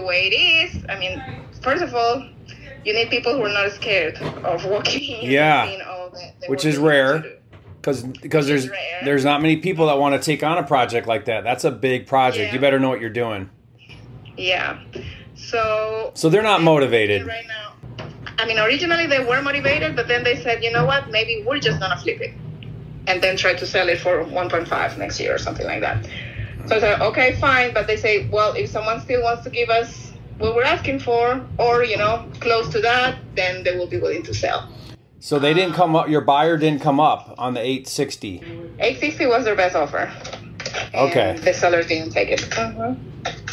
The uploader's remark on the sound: LIVE Agent Call. Listen to me do a live call with an agent.